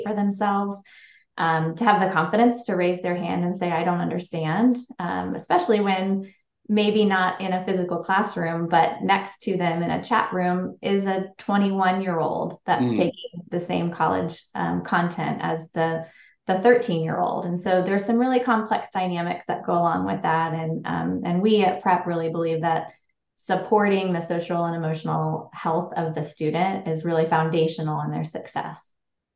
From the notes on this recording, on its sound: These episodes are recorded live using a webinar platform to encourage questions from alliance members and other listeners.